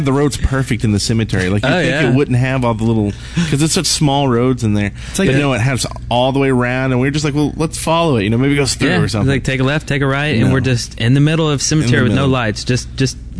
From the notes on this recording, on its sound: We had a blast and managed to record a CP episode right in the middle of the convention floor. Podcasting live from Play On Con in Birmingham Alabama over the 4th of July weekend. We had a blast and managed to record a CP episode right in the middle of the convention floor.